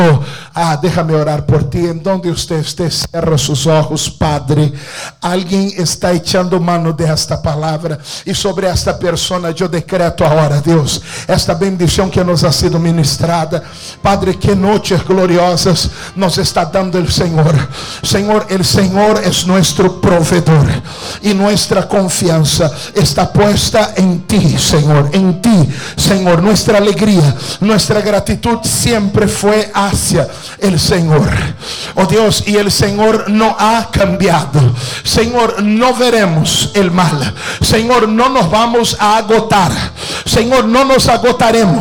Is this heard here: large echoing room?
yes